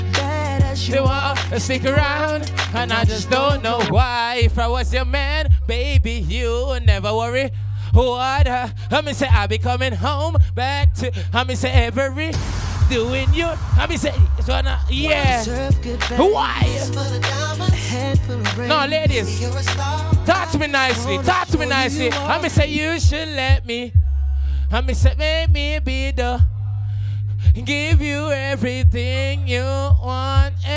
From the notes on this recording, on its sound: GALLOWEEN 2023 LIVE AUDIO. Live Audio from GSB Entertainment's event Galloween.